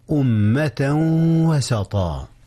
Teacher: إدغام بغنة بين تنوين أمة وبين واو وسطا